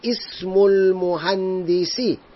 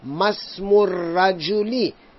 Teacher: I am pronouncing the Hamza of Ismun because nothing is written before it. · Shown in: first take